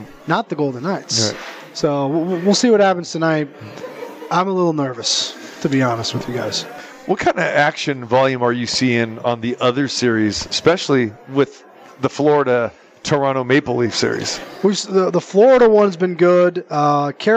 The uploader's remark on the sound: Live From The Super Book at the Westgate Las Vegas